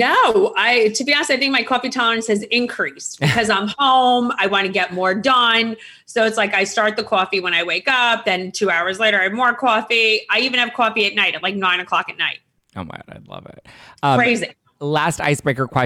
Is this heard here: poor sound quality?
no